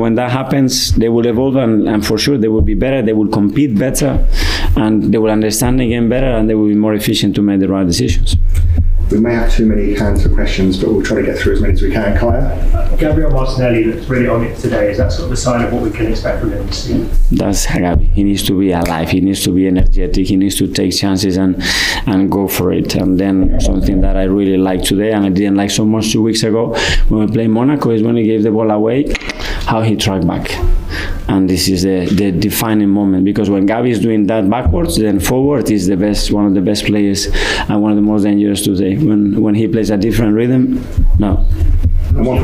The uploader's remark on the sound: Post Match press conference after beating Forest 2-1 at the Emirates.